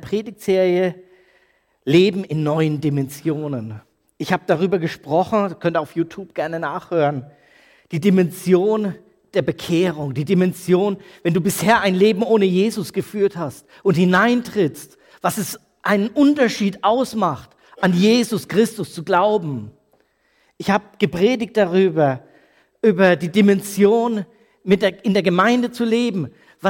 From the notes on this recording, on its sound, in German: Predigt aus der Freien Christengemeinde Nürnberg K.d.ö.R. Ernst-Sachs-Str.